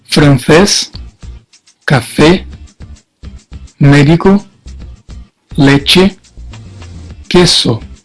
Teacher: El sonido es siempre cerrado, incluso cuando lleva la tilde. Ejemplos: francés, café, médico, leche, queso.